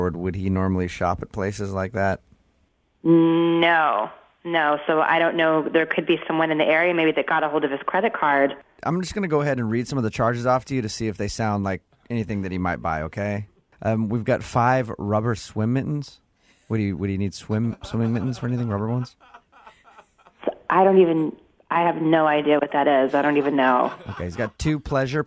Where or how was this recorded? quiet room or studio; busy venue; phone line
phone line